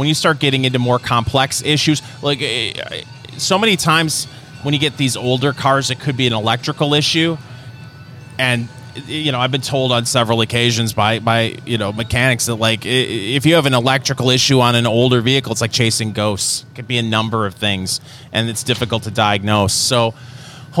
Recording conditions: busy venue